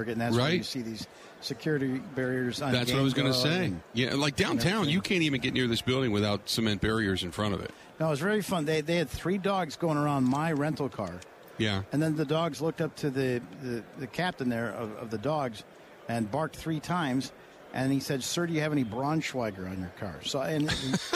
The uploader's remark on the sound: Live From Super Bowl Radio Row